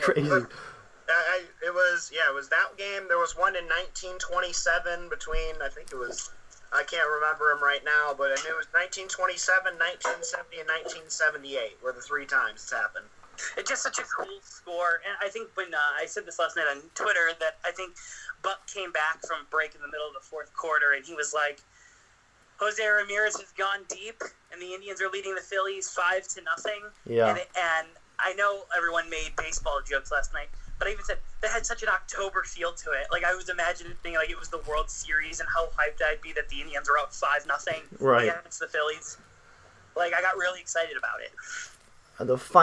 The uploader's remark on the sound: We had some audio issues throughout the show so we apologize!